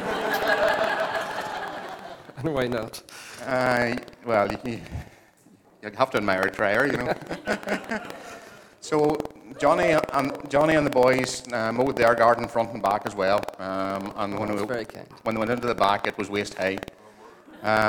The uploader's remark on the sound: Recorded at our storehouse venue.